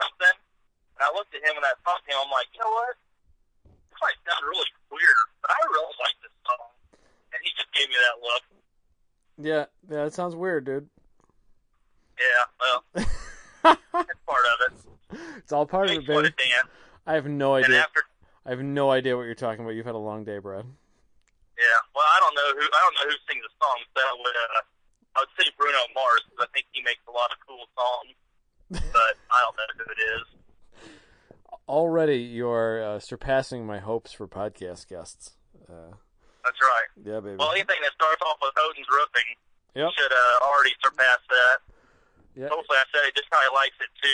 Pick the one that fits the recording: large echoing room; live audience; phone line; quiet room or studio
phone line